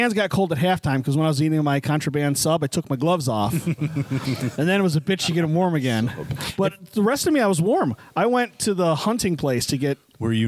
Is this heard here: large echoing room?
no